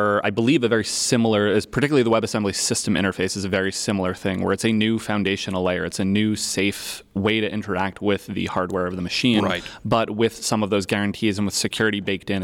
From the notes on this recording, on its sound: live from RailsConf